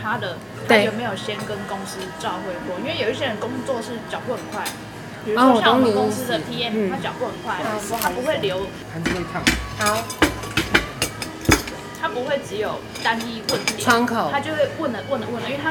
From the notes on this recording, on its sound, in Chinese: Lane 72 Bistro 英式餐酒館。本集首次嘗試在餐酒館內錄音。